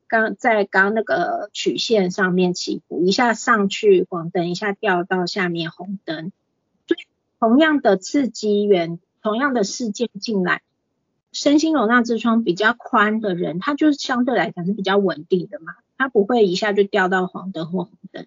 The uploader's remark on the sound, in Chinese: 講座錄音。此為線上課程錄音檔！